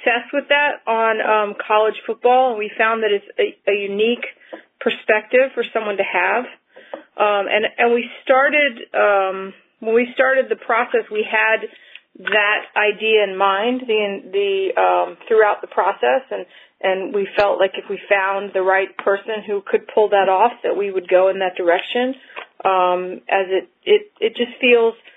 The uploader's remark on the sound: ESPN conference call